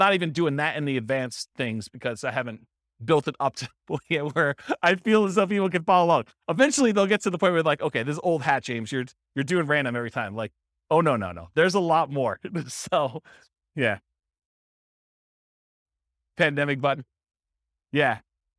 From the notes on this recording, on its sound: This was a live class recorded.